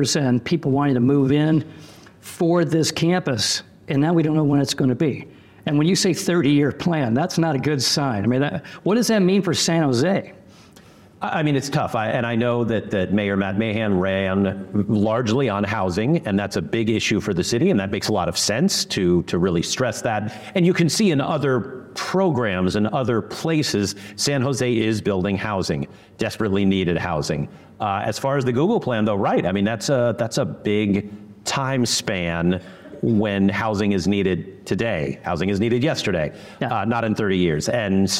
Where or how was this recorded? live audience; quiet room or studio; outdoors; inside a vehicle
live audience